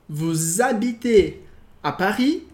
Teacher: atenção aqui para o verbo habiter que sempre tem a liaison